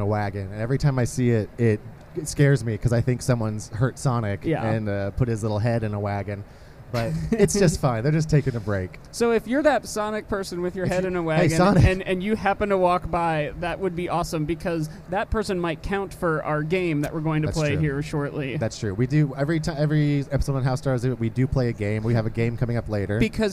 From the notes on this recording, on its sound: Live on the floor at C2E2 itself in the Podcast Central booth. This episode was super fun to record as we were basically watching hundreds of people walk past us in amazing cosplay the entire time. If we sound a little scattered during the live portion of the episode, it's because we were! The people walking by who occasionally would stop to see what weird thing was happening.